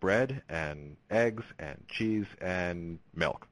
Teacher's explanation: The first three would be high-rising terminal